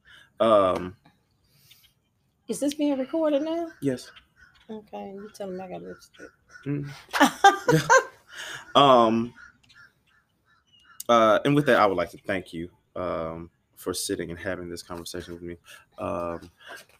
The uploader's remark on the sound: Recorded while I braided her hair on the back porch of her childhood home. Unfortunately a portion of the recording was lost.